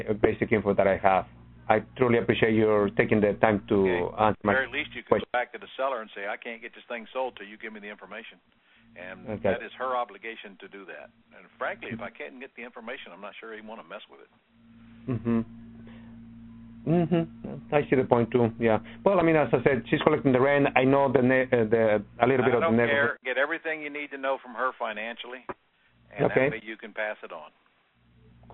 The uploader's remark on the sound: Q&A Call